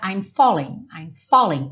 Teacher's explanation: O fó seria muito mais forte do que o lem. Mas aqui, pela métrica da música, fica I'm falling.